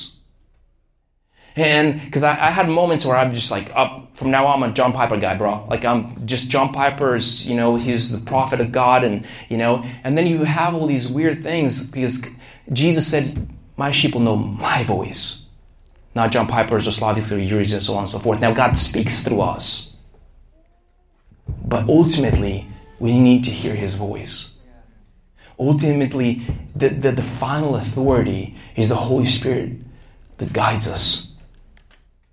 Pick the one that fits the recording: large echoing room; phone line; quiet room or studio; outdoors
large echoing room